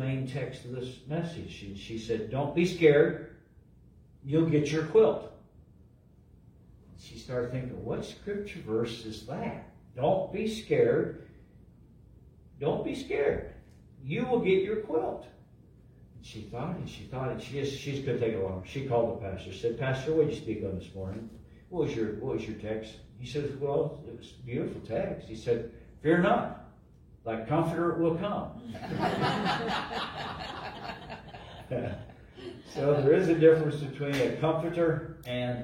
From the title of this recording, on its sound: LIVE from Calvary